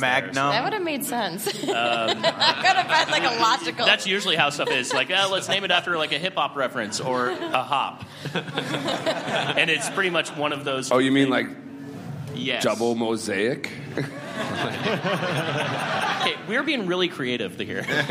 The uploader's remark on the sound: We present a panel discussion recorded live at The Well during NYC Beer Week.